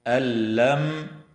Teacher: النون الساكنة تدغم في اللام من غير غنة في قوله تعالى: ألم